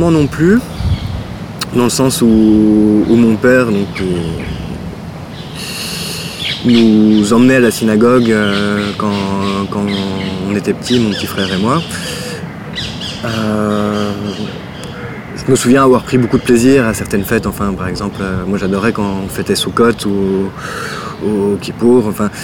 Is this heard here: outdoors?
yes